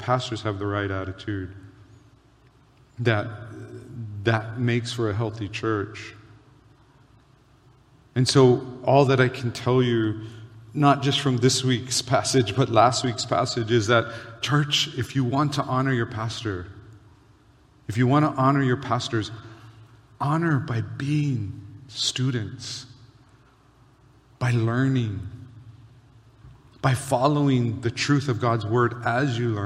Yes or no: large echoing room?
yes